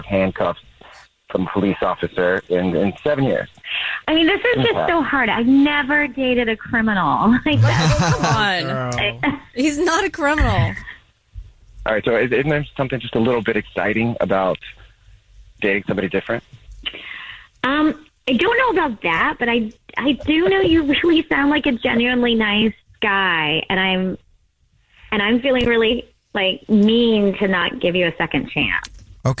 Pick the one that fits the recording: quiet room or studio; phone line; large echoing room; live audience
phone line